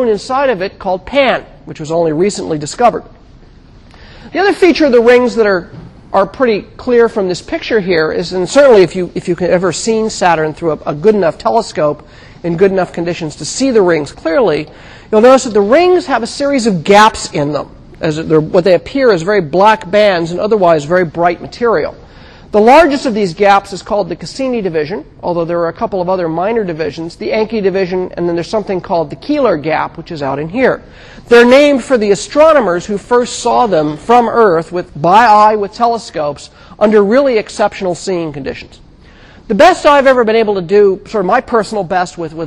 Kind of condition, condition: setting, large echoing room